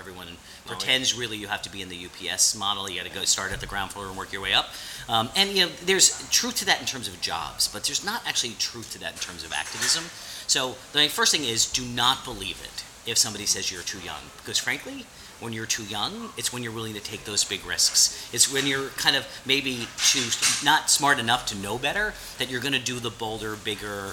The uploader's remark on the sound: Recorded at the wonderful Georgian restaurant, Supra at 11th and M, NW.